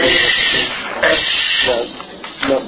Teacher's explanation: فيها تفشي كانتشار للصوت عند النطق به